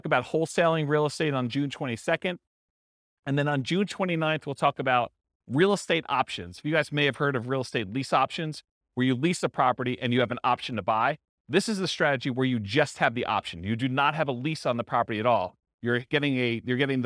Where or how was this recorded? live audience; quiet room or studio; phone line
live audience